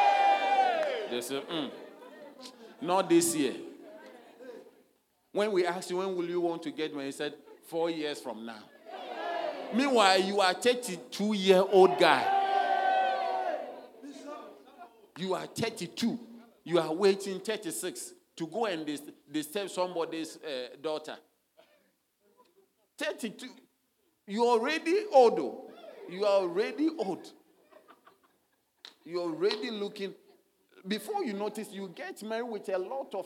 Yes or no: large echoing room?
yes